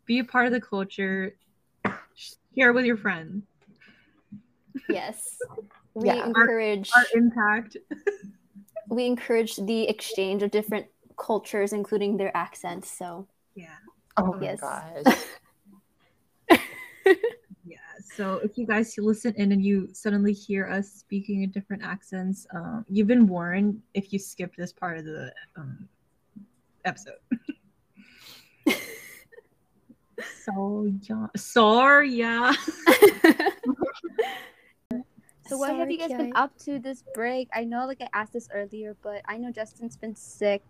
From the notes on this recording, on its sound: This was our first time recording a podcast and we had some technical difficulties. This episode was recorded in January 2022.